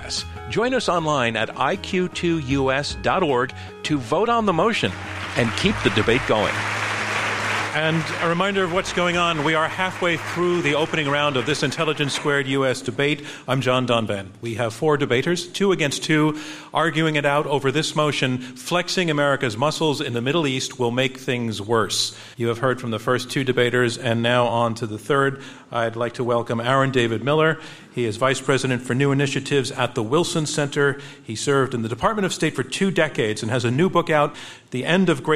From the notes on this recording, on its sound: Before the debate, the audience at the Kaufman Music Center in New York voted 26 percent in favor of the motion and 31 percent against, with 43 percent undecided.